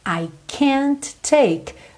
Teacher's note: Junta o T do can't com o T inicial do take